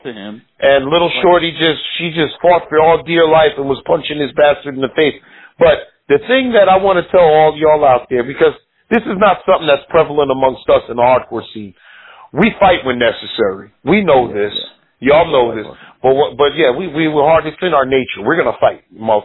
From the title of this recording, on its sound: On the phone